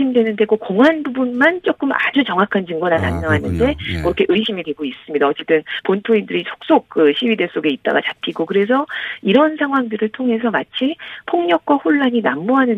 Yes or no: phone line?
yes